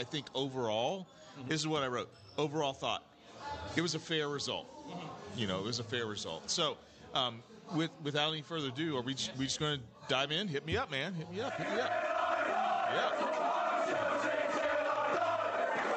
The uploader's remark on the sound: We’ll be watching live from our favorite local pub, and things are sure to be raucous.